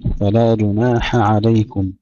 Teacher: فصل الحاء عن العين